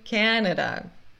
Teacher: Canada, a primeira sílaba é sílaba tônica